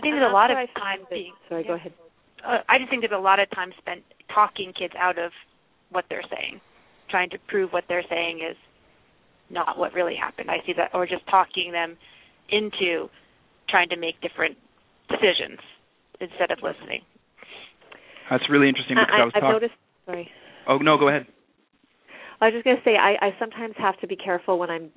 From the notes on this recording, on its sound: A student called into the program.